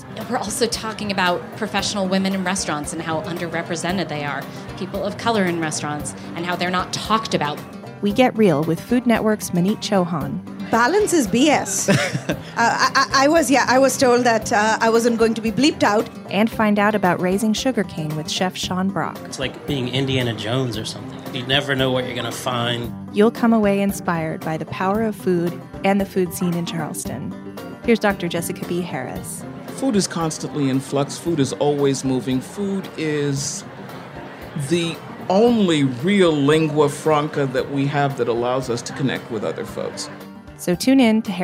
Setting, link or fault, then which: setting, busy venue